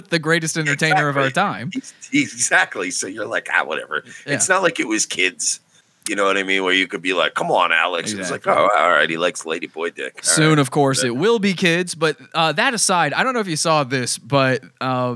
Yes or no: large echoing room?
no